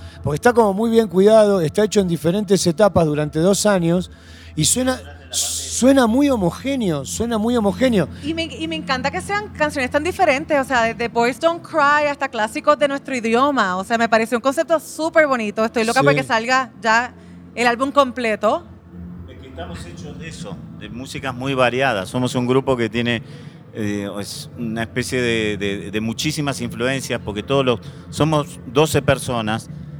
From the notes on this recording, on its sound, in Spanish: Grabado en el backstage de el icónico Foro Sol en la Ciudad de México, este sirvió de trasfondo perfecto para esta entrevista realizada justo cuando el grupo estaba a punto de subir al escenario.